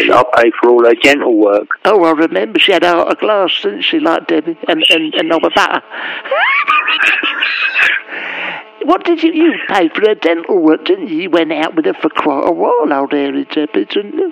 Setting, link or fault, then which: link, phone line